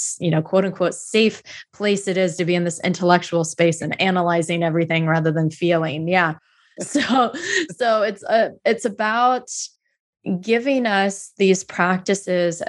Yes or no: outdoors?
no